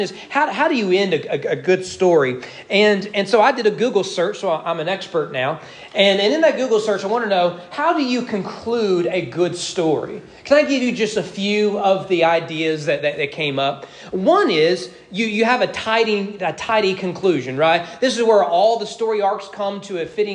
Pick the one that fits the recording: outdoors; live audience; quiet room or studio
live audience